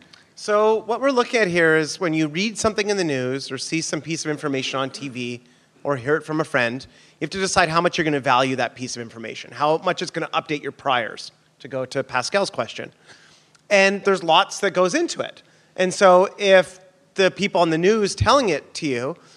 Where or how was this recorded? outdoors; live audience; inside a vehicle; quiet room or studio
live audience